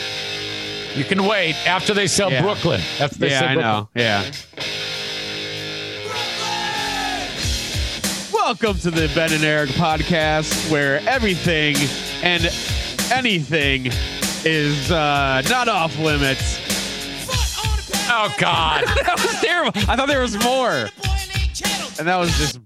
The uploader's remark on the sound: Audience intros. Tried destroying the show with his poverty phone.